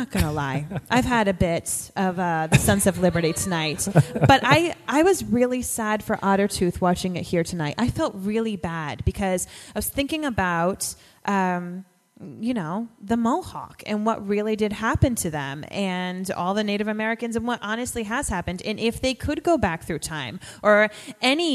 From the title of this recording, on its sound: LIVE from Finale Party At The Colony House In Newport, RI